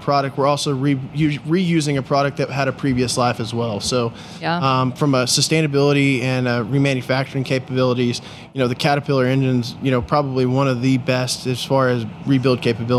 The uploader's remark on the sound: During the PBIOS conference